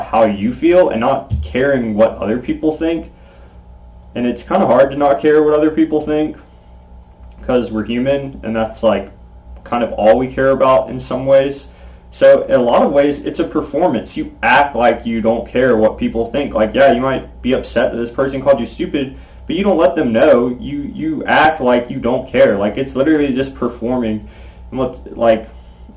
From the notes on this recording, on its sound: First of all sorry for the audio quality, I forgot to plug in my mic so this was recorded with my laptops built in microphone.